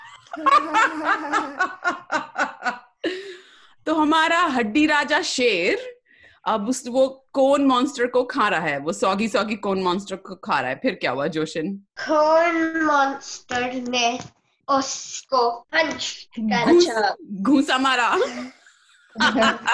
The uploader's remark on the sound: Live Zoom Call was super-FUN! Listen the story we created with our friends who joined us on the call.